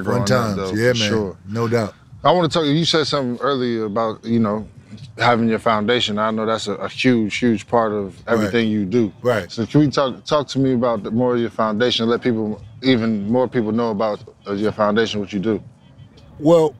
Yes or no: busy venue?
yes